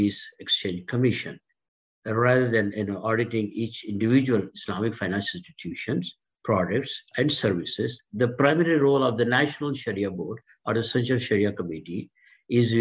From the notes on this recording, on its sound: This public talk was conducted online via Zoom.